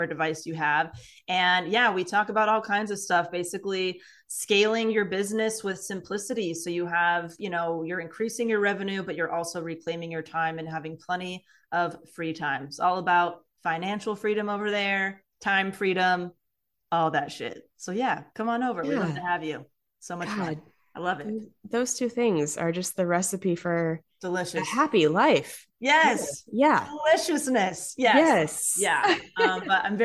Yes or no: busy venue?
no